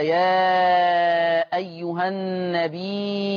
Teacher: فإذا قرأ النبي بالهمزة فتقرأ النبي، يقرأها ورش بالهمزة، فتمد الياء مدا مشبعا، أي يشبع في هذه الحالة المد المتصل، هكذا: يا أيها النبي.